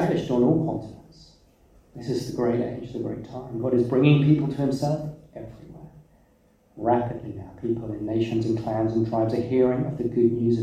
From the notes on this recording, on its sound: We had some technical difficulties and were unable to use our usual recording equipment - so please be aware that the quality is not as good as we would like